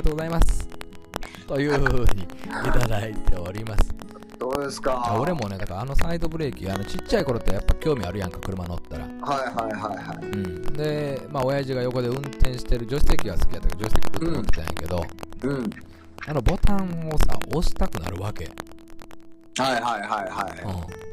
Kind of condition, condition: fault, background noise